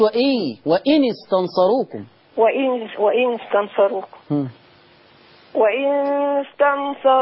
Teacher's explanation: النون مكسورة ما في غنة